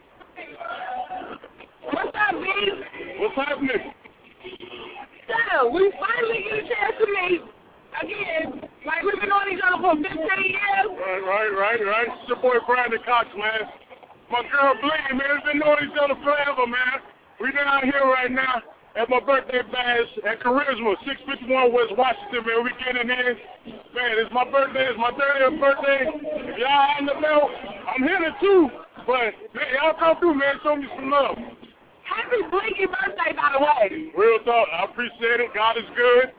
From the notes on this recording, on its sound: Live at club charisma in downtown chicago!